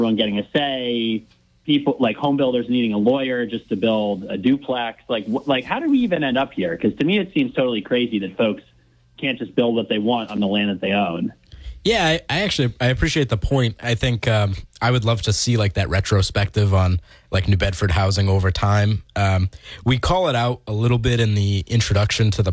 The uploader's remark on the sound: they take calls from the audience.